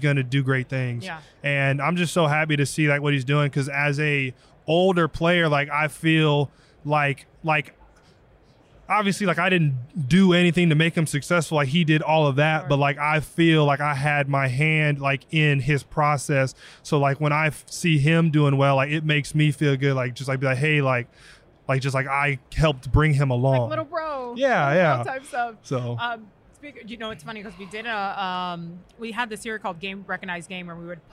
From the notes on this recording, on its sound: Live from Radio Row in Vegas!